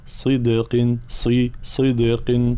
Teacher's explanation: كلمة صدق لابد من مزيد تفخيم الصاد